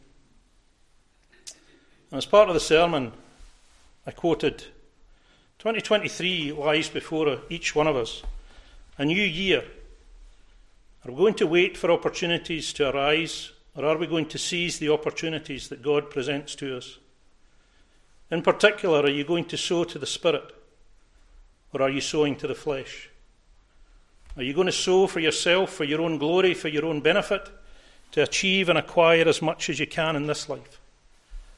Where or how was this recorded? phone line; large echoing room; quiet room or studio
large echoing room